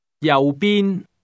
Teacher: That's pronounced with two low level tones.